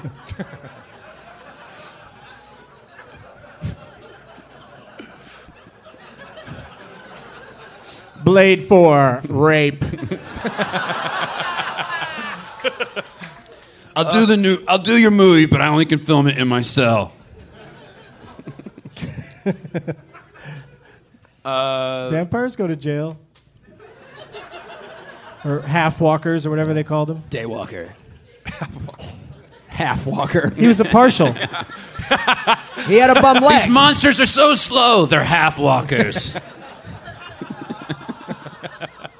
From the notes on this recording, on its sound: Live from Portland, Oregon